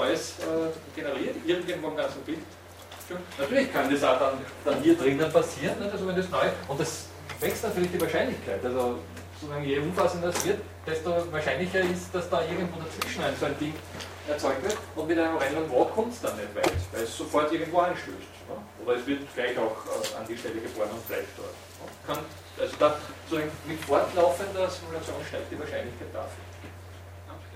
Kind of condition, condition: setting, large echoing room